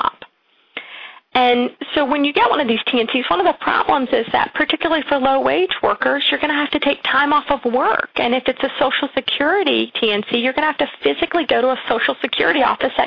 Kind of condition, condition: link, phone line